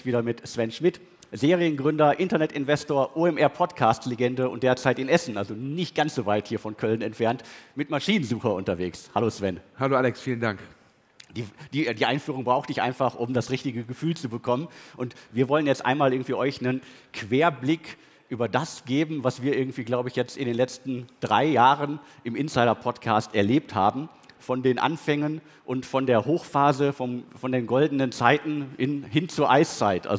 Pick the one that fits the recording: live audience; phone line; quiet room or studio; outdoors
live audience